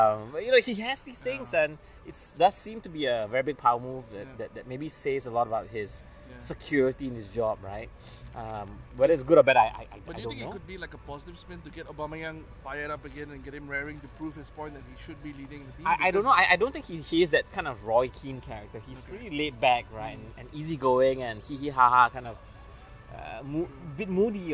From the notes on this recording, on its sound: We left our studio and recorded LIVE from the National Stadium. We come to you live from the National Stadium this week, as we soak in the atmosphere at the AFF Suzuki Cup and bring you some short segments in between the crucial matches.